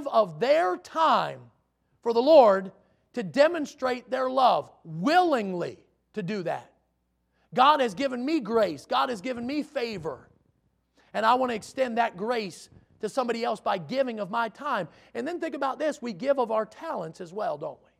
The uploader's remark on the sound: in the Sunday Evening Service on November 13, 2022, at Victory Baptist Church in Boonsboro, Maryland